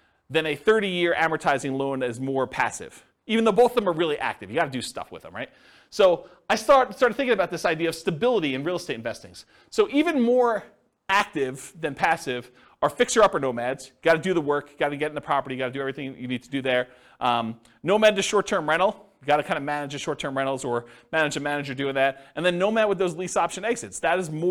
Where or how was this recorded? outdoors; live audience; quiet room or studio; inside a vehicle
live audience